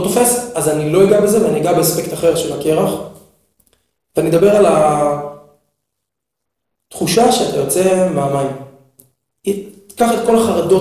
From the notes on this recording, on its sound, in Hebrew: הפרק הראשון סובל מחבלי לידה, הד קל בהקלטה.